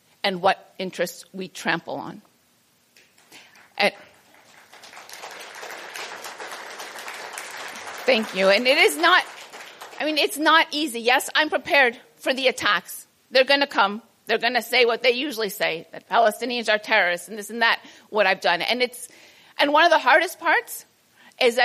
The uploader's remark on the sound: A presentation made at the 2022 Transcending the Israel lobby at Home & Abroad conference held on March 4 at the National Press Club.